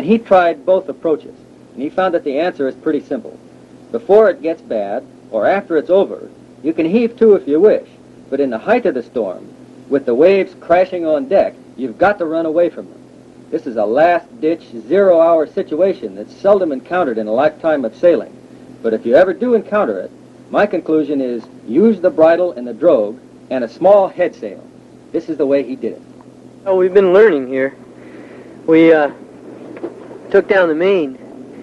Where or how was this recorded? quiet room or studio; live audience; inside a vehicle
inside a vehicle